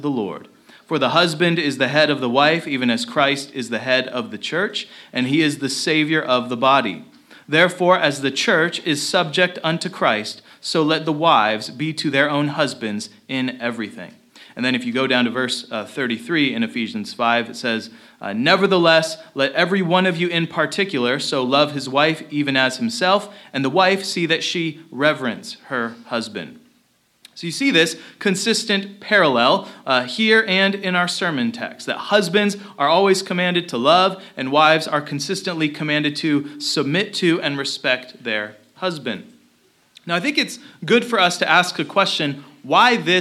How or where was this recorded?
large echoing room